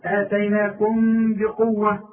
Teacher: اوعى تضم من شفايفك في الميم الساكنة اللي بعدها به، يحصل انفراد في الشفايف، ما تقفلش بق، افتح لي بقك شوية، انا قلت لك زي الباب الموارد ما تقفلوش.